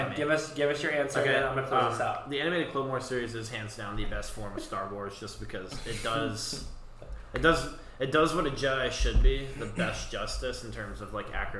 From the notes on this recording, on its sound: Please excuse the poor audio.